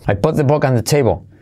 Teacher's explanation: la T de put, mirad que casi no se oye